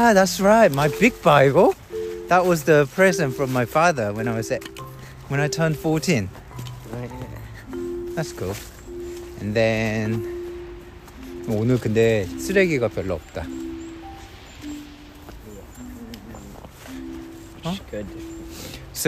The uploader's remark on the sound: We are outside litter-picking 산책하며 쓰레기 줍기를 해요.